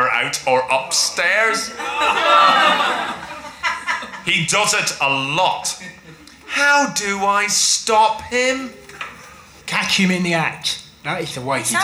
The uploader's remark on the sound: recorded at the Phoenix in June